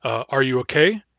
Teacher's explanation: In English, that question has a rising intonation.